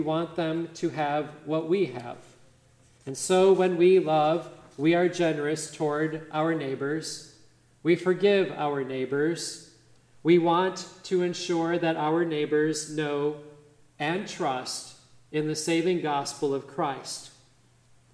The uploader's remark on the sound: midweek Advent service on December 6, 2023 at Grace Evangelical Lutheran Church, Lexington, MO